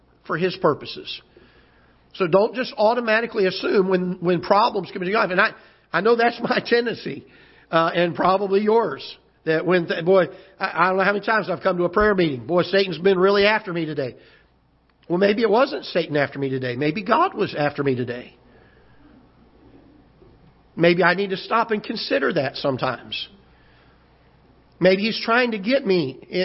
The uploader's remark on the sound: Ketha Heights Baptist Church ~ Live Broadcast